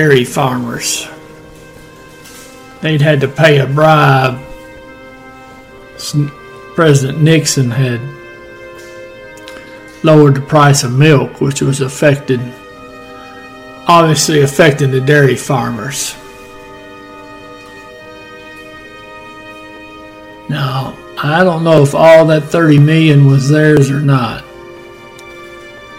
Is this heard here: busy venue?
no